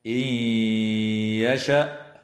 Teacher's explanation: تدغم النون الساكنة في الياء مع الغنة